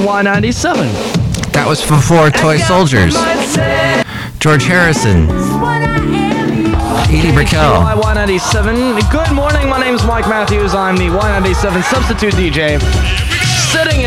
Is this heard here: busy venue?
yes